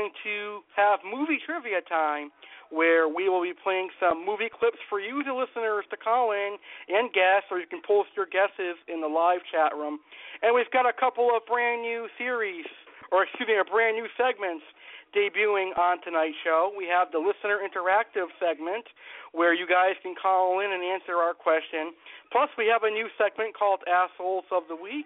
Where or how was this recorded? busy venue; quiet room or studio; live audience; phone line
phone line